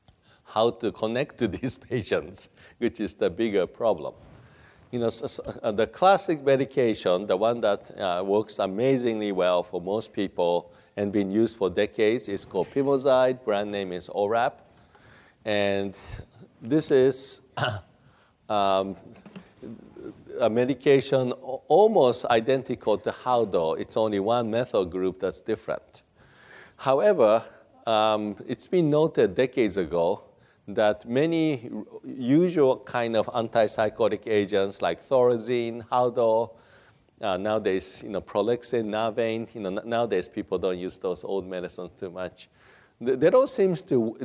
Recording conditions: live audience